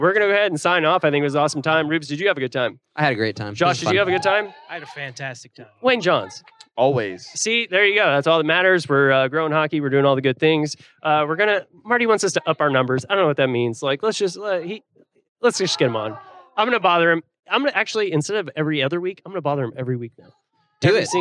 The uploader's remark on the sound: We're back to finish the live event with the Dallas Stars and Fort Worth Barracudas